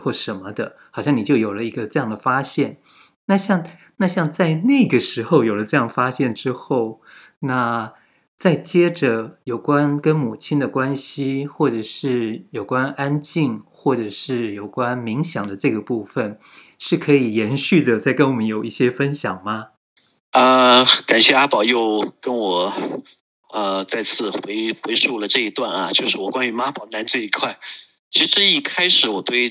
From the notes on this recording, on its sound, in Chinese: 錄音地點】台灣新竹、雲南昆明